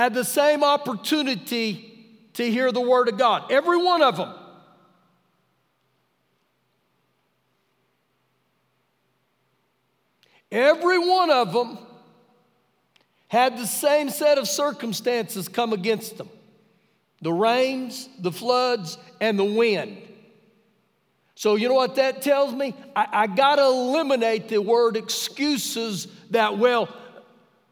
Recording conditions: large echoing room